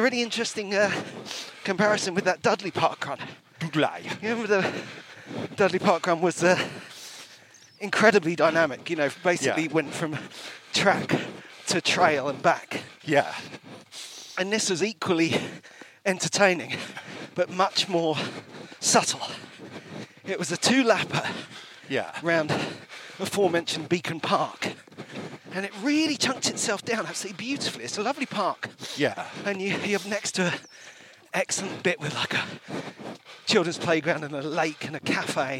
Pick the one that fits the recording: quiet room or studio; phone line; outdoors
outdoors